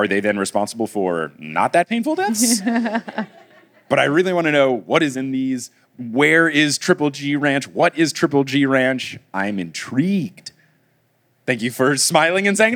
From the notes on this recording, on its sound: LIVE in Dallas!